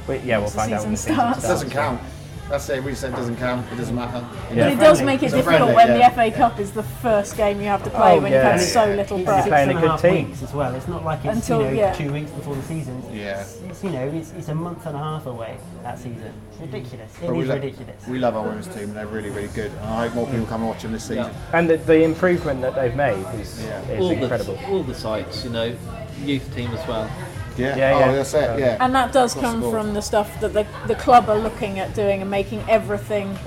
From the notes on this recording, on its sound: recorded at the Boundary House, Abingdon